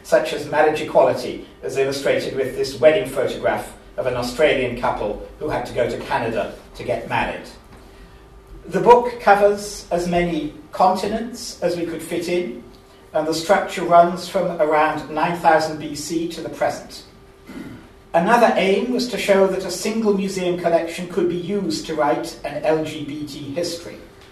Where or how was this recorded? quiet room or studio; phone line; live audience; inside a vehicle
live audience